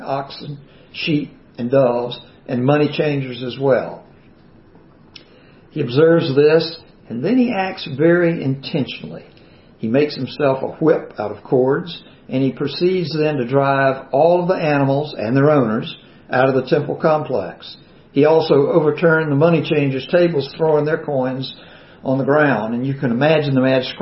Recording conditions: large echoing room